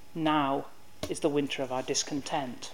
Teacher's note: We can see that the famous line which opens the play, "Now is the winter of our discontent," begins decisively with an inverted metrical foot. The stress is on now, the first syllable, not, as regular iambic pentameter would have it, on the second.